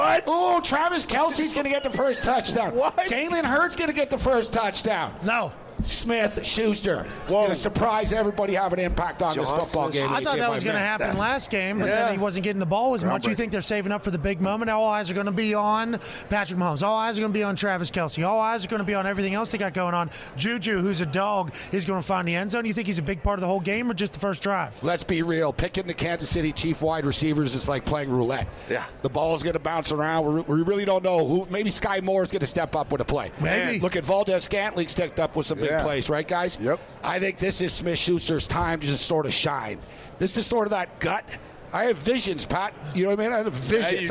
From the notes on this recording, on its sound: LIVE from radio row in BEAUTIFUL Phoenix Arizona, kicking off the Super Bowl week Friday!